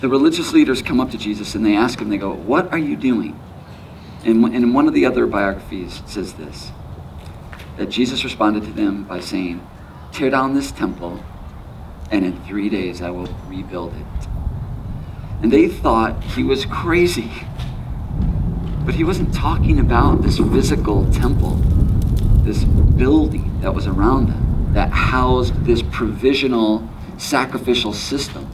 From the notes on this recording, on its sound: There is some wind from the outdoors that was captured during this gathering.